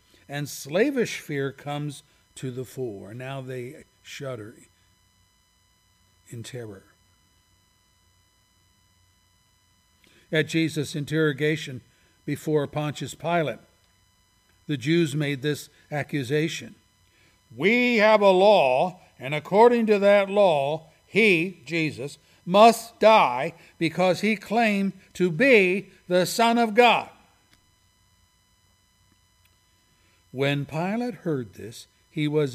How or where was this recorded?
large echoing room